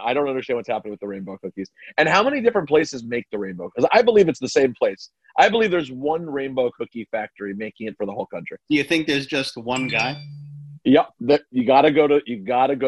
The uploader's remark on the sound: Jump on a zoom.